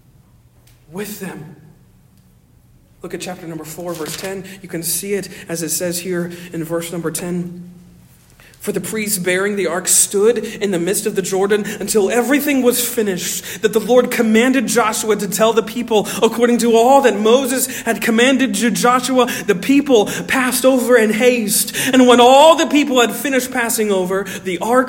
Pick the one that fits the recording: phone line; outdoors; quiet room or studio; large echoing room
large echoing room